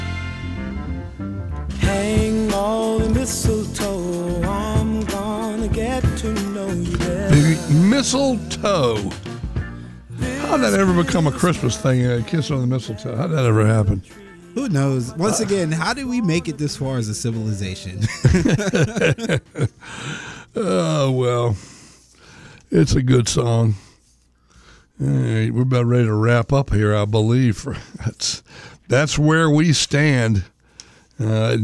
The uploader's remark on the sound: takes your calls